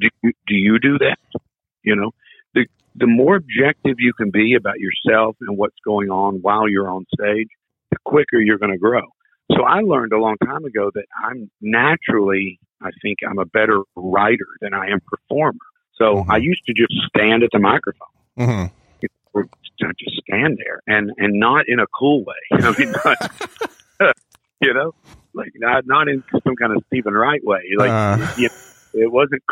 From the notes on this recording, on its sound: It's hard to connect over the phone but I think we did it.